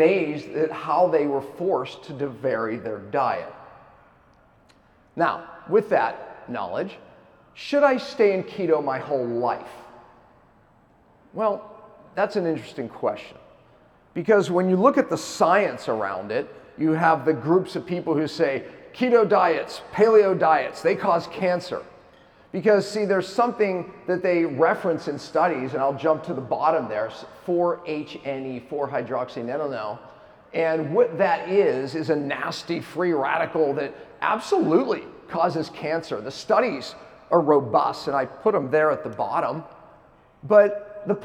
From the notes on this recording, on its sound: keynote lecture at KetoCon Austin 2022